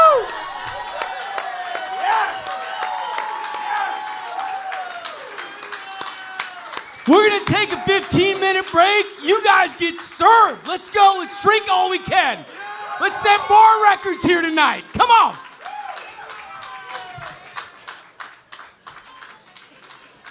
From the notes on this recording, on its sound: The variety progrum hosts a live show for sold out audience in DC!